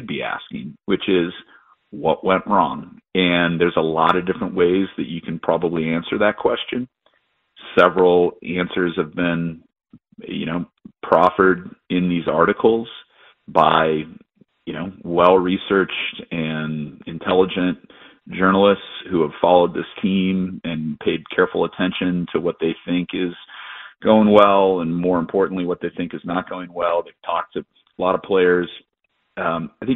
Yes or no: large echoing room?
no